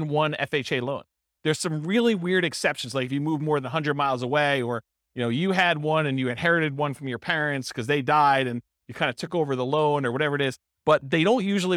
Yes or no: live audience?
yes